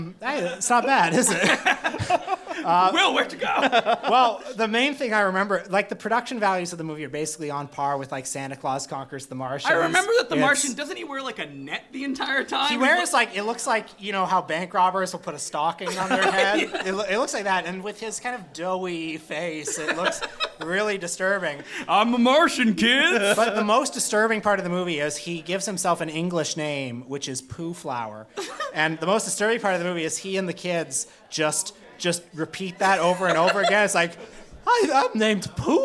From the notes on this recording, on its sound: got on stage at the What The Film Festival Bazaar